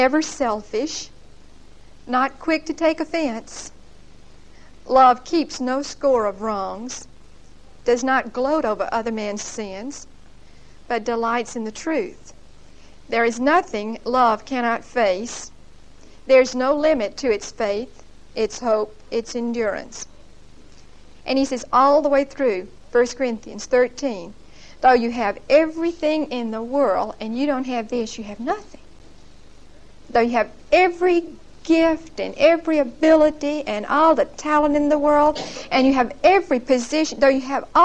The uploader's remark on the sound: Recorded on 10/14/1975 at Whitesburg Baptist Church.